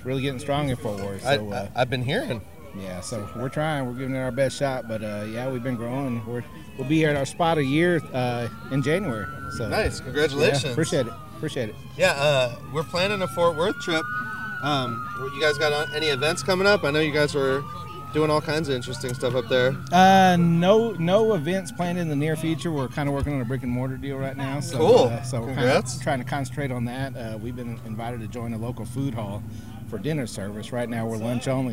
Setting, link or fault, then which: setting, busy venue